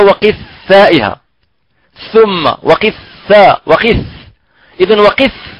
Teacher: نجد فعلا أن طرف اللسان يخرج أكثر من الذال والظاء